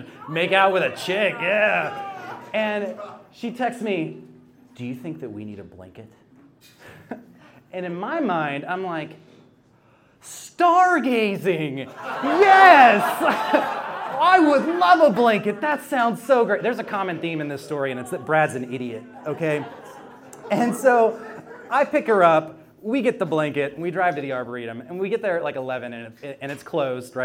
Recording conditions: live audience